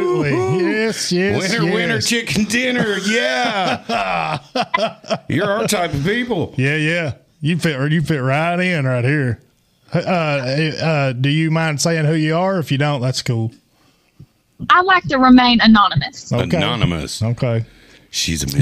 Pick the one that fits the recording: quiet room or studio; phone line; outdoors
phone line